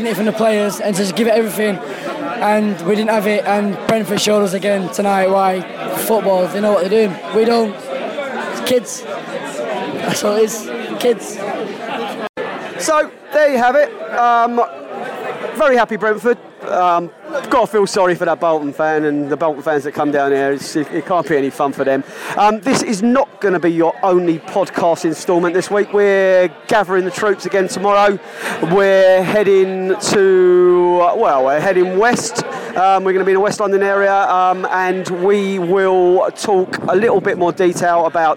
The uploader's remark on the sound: Post Match Podcast from the pub